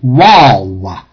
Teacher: a vav is always pronounced in traditional biblical Hebrew as a W sound and not as a V sound